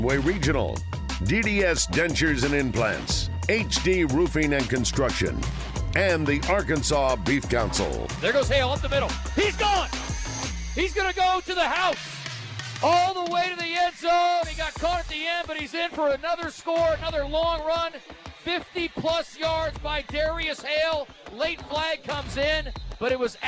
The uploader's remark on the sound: live from Walk-Ons Sports Bistreaux in Conway